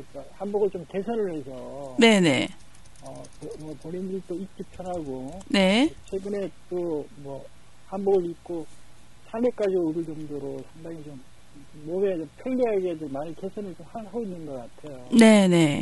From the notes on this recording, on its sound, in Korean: 전화인터뷰. 강릉사랑, 초당라디오TV.